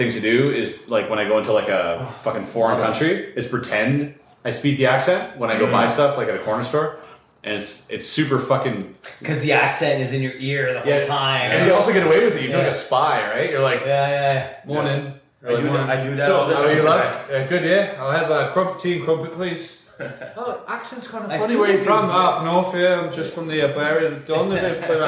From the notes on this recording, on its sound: Sorry for the echoey sound.